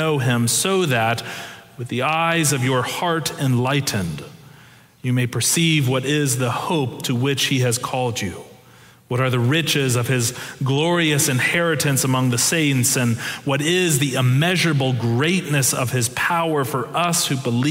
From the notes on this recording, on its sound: Preached November 6, 2022 in our Sanctuary and MorningSong worship services.